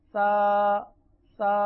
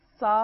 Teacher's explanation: سا میں سیٹی نہیں ہے اور سین میں سیٹی ہے. سین تو ادا ہی سیٹی کے ساتھ ہوتا ہے، لیکن سا جو ہے وہ بغیر سیٹی کے ساتھ ادا ہوتا ہے.